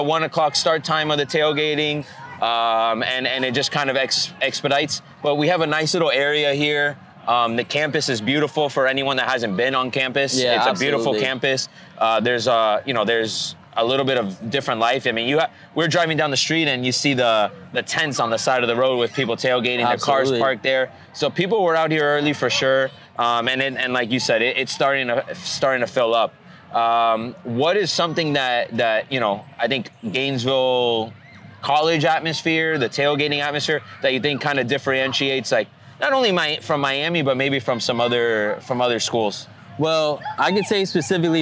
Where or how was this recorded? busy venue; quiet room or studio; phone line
busy venue